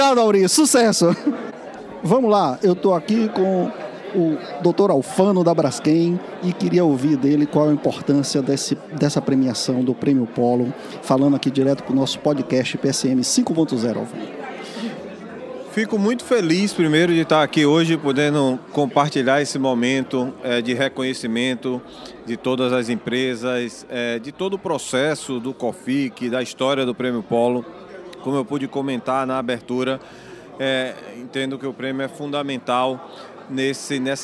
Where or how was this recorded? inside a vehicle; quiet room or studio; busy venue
busy venue